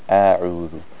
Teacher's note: The alif, the hamza, it comes from the bottom of the throat.